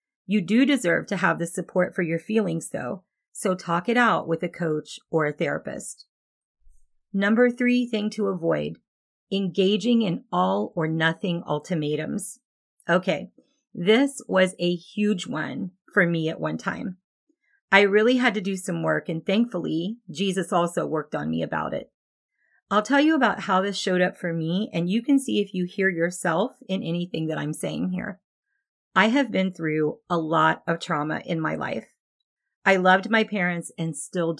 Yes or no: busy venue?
no